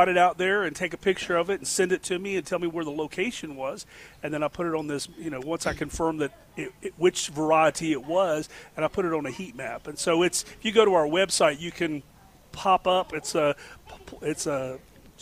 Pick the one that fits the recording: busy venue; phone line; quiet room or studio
busy venue